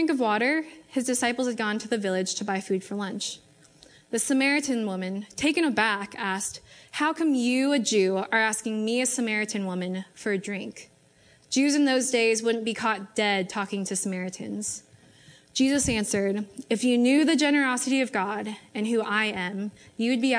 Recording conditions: large echoing room